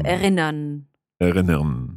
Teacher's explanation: it's best if you don't really pronounce the R at the end. You just make a n sound.